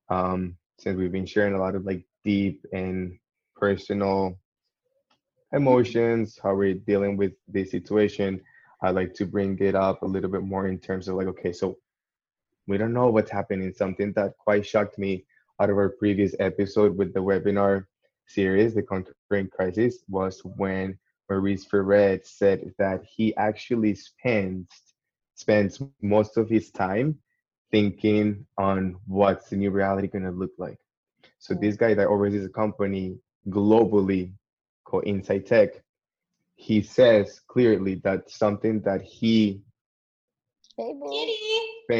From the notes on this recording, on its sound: our first Zoom call